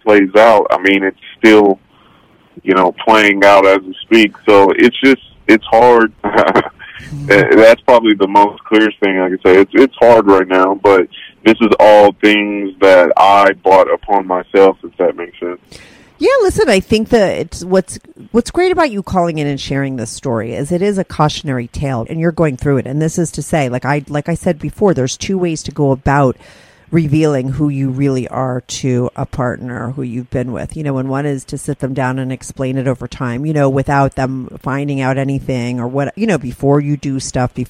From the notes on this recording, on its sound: He called in to talk all about it.